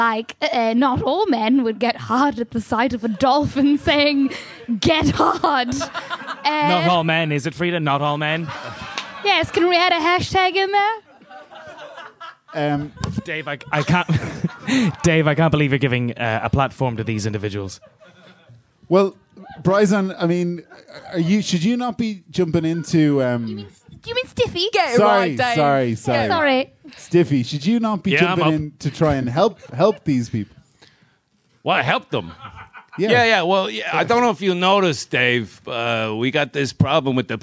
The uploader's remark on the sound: Live at The Tightrope